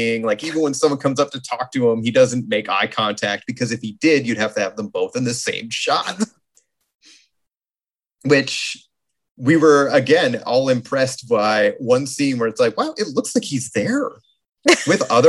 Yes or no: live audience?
no